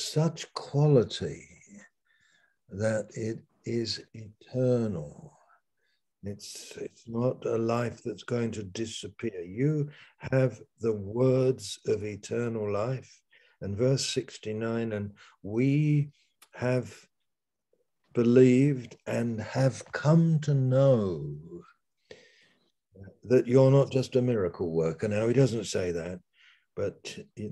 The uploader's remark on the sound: Malaysia Meets (Zoom).